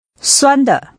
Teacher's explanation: The tones are high level and neutral.